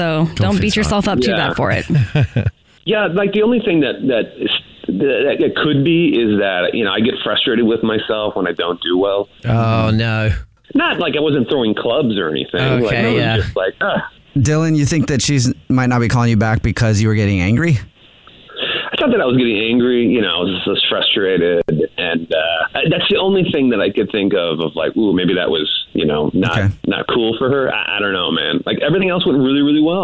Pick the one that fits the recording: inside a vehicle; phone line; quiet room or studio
phone line